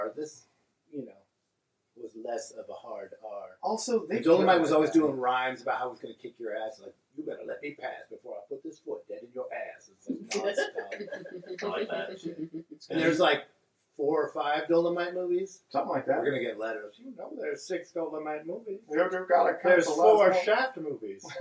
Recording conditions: poor sound quality